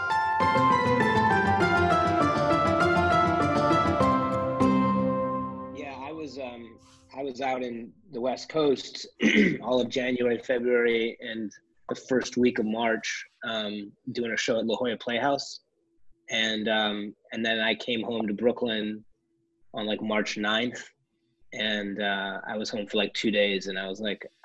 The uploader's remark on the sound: chatted with us over Zoom.